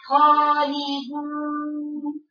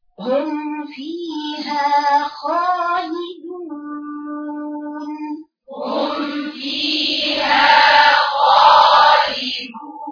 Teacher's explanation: هو الواو المادية ونون تختفي تماما فتقرأ خطأ هكذا خالدون خطأ المفروض ترفعي صوتك على الواو المادية وعلى النون كذلك · Shown in: second take